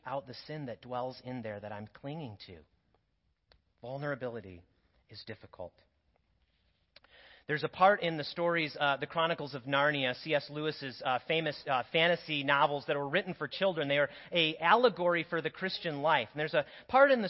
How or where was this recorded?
large echoing room